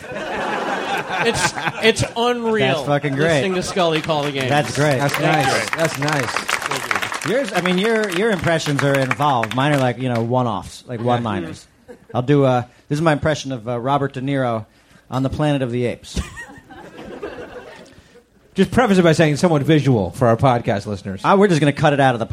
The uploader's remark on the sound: Our first LIVE podcast. Recorded at the Punchline Comedy Club in San Francisco for SF Sketchfest.